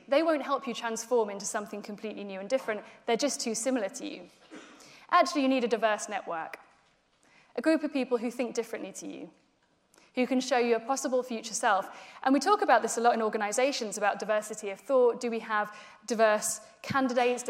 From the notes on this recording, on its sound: In this speech from Changeboard's Future Talent Conference in 2018.